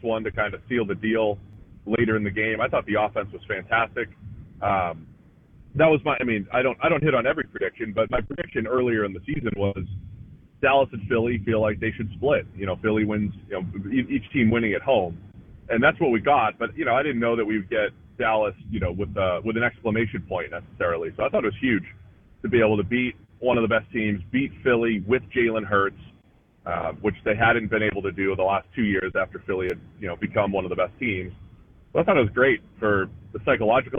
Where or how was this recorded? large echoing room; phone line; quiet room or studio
phone line